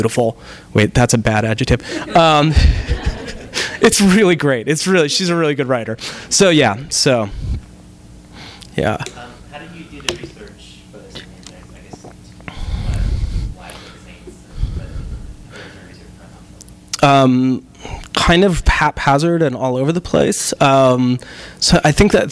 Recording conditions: live audience